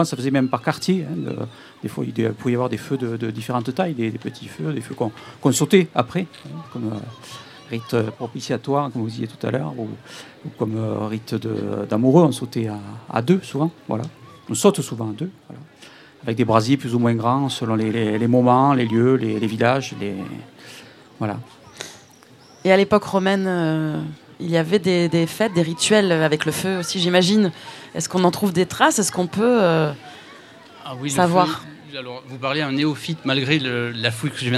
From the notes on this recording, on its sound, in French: Radio Live et participative pour la Festa Fogassa 2017 sur le thème de la fête.